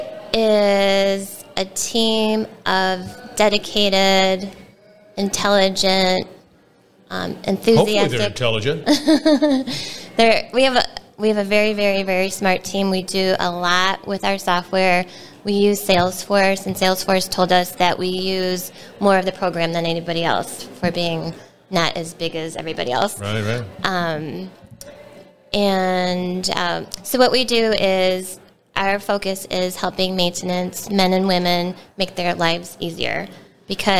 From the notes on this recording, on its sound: we're onsite at the 30th Annual SMRP conference